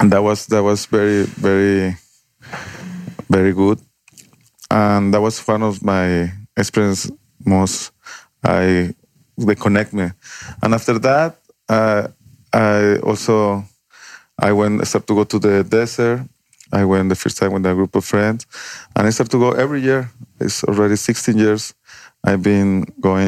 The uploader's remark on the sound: This episode was recorded on location in the desert on the morning after a peyote ceremony I had participated. I sat down with our guest couple.